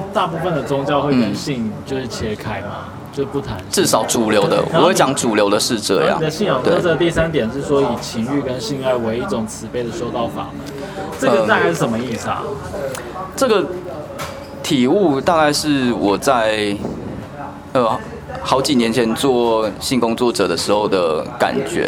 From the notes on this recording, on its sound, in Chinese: 錄音於性別友善咖啡廳 h*ours cafe。